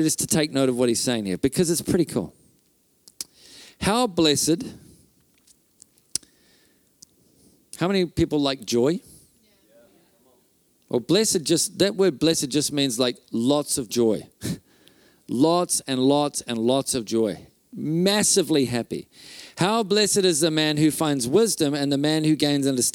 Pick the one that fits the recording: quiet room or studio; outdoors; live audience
live audience